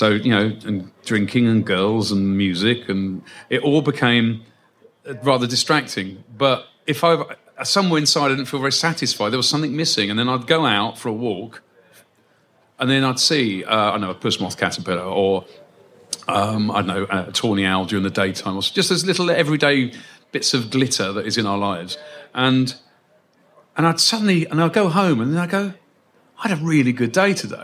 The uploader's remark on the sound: Live from the Global Birdfair at Rutland Showground. Took to the Whinchat stage in front of an audience of nature lovers of all ages. We’ve left this chat largely unedited because we wanted to capture the true essence of the conversation and the fun of being on stage with a live audience.